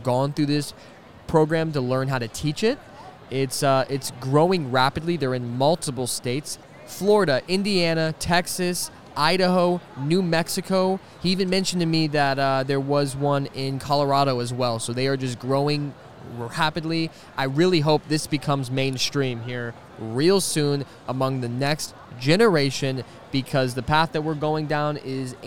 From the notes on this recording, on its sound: This is another one from the FPEA Homeschooling conference